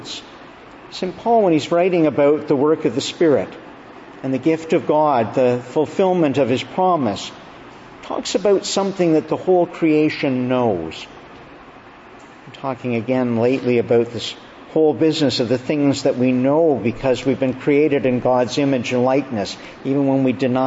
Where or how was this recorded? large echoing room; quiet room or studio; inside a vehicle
large echoing room